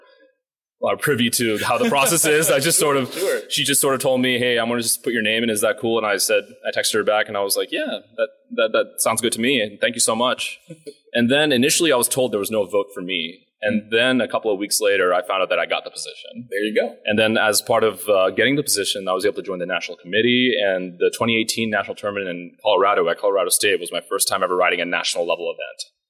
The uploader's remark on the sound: LIVE from the 2023 Science Olympiad National Tournament at Wichita State University. LIVE from the 2023 Science Olympiad National Tournament at Wichita State University.